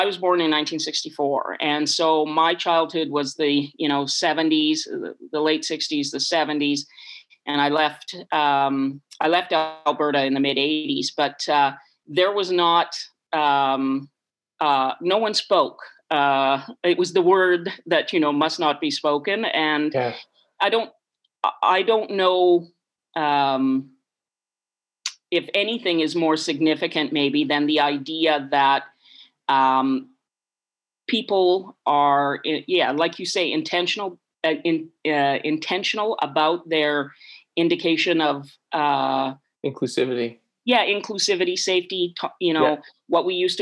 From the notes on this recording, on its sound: Over zoom from her home in Victoria.